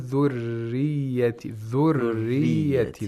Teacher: and we have inhiraf of the ra, of deviation. Tongue, deviation of the tongue, where the tongue moves back toward the place of articulation of ya